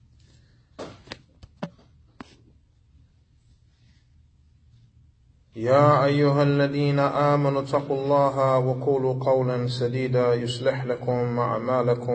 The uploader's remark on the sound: Lecture given at Masjid Nur Allah, Queens, Ny